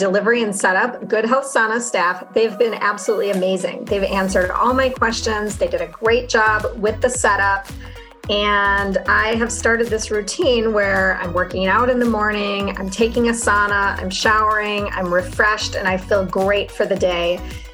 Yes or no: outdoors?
no